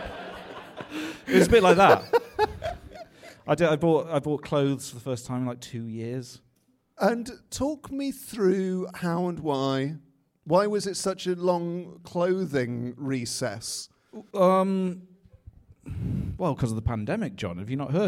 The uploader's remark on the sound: Having live music at The Moon Under Water has always been a point of contention with our guests. Our final live episode.